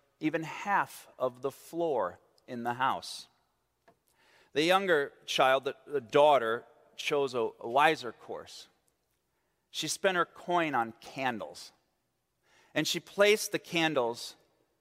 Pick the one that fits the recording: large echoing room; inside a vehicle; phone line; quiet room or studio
large echoing room